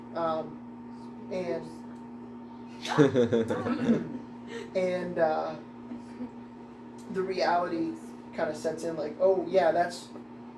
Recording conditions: poor sound quality